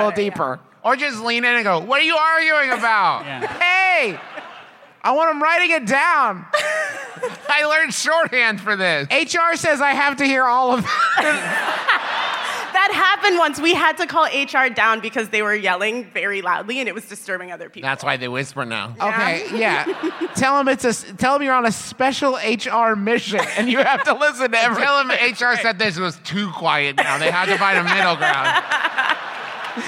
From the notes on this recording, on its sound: Live from Podcon 2, it’s half an episode of MBMBaM!